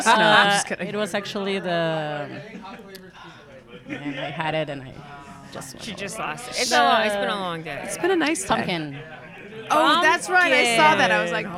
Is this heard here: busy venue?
yes